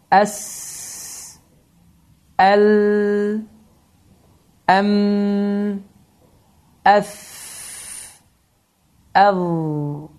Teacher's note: Fikir verdiyiniz kimi, bu hərflərdə hava axını davam edir. · Term: rəxavə sifəti